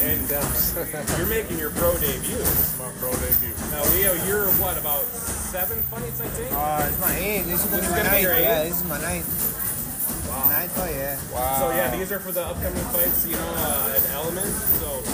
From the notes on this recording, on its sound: we’re on location at the CMB Boxing Gym in Burnsville